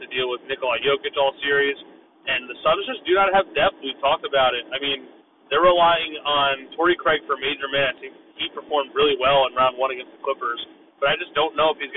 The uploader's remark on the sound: Sorry for poor audio, but better than no audio!